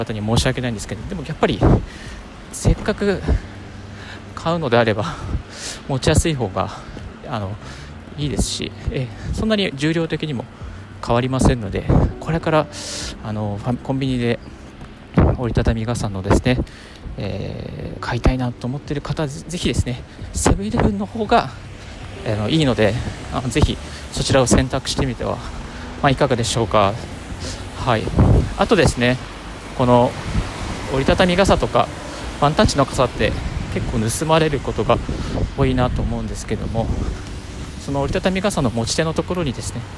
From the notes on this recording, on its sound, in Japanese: 歩きながらラジオ配信